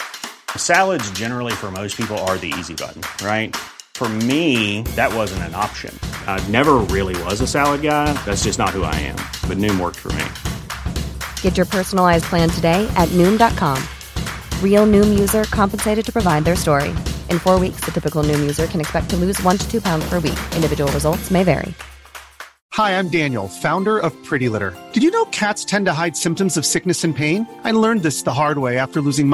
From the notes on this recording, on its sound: Recorded at Comedy Republic. Recorded at Comedy Republic.